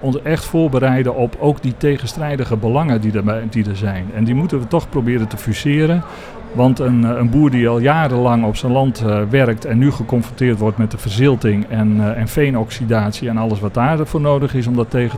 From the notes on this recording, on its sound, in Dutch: De podcasts zijn live opgenomen in de Podkas van de Gemeente Groningen tijdens de Promotiedagen in Martiniplaza.